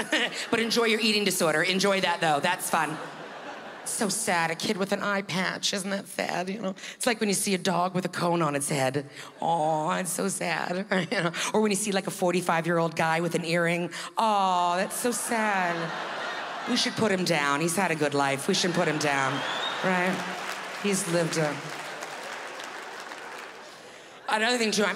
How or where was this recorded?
live audience